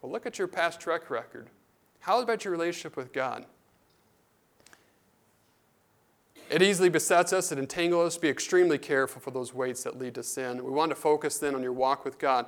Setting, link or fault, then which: setting, large echoing room